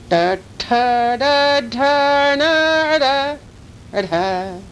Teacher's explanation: Now the retroflexes, tongue bent back a ways.